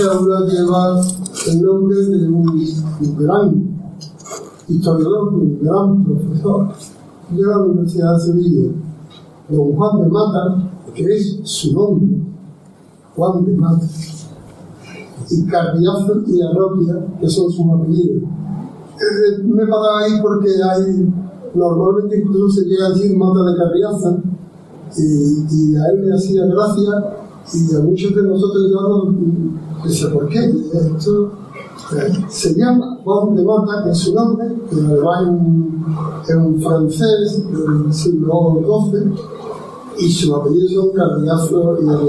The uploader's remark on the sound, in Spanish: Os dejamos el audio de la charla que tuvo lugar en la Facultad de Geografía e Historia de la Universidad de Sevilla. El audio es extraído de los vídeos de las diferentes jornadas, los hemos mejorado dentro de lo que se puede, pero al ser sonido ambiente puede llevar algún sonido incontrolado.